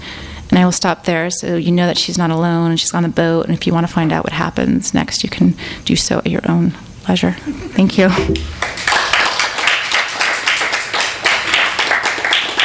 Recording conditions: live audience